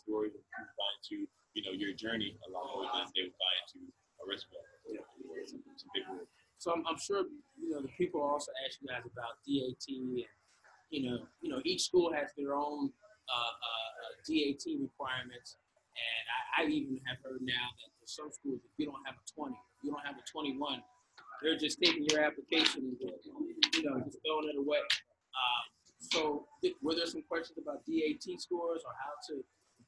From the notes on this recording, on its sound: LIVE from Chicago at the 2019 ADEA GoDental Recruitment Event where over 60 Dental Schools gave talks and information to prospective applicants. Over 700 #PreDental students attended.